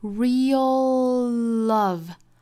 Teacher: What 尾部 t 省读了， what real love can do.What real love cando，这个 real 舌侧音也要发出来啊， real love 后面恰好也是一个舌侧音，它是由 real 里头的 dark L 过渡到后面 love 里头的 lightL